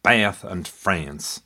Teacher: 400 years ago in England, words such as Bath and France were pronounced as they are in the US today, Bath and France, with the flat A as in hat.